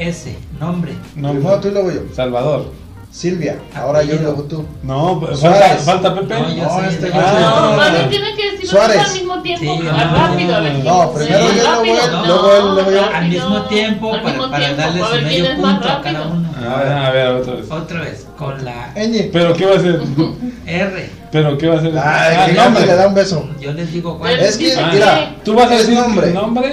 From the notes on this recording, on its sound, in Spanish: En vivo Fallido. Esperamos mejorar el audio.